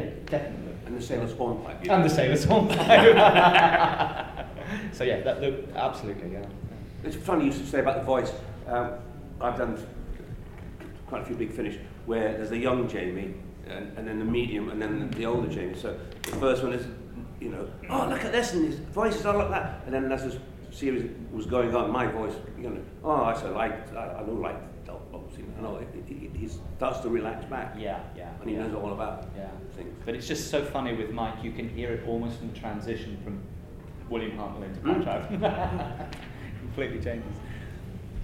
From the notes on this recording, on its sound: Chicago TARDIS 2016. Since this was a con panel there is no five-minute controversy.